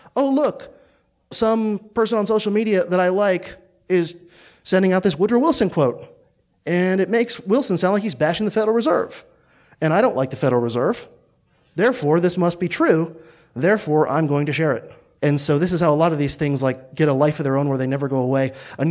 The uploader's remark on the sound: presentation delivered on Sunday, June 24th, 2018, at the 6th Midwest Peace & Liberty Fest in Michigan